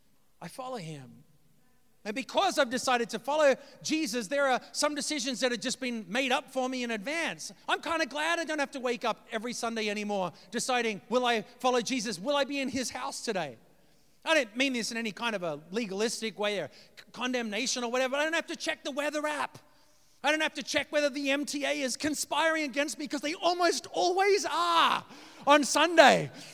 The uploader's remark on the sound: preached this message on February 26th at our Downtown community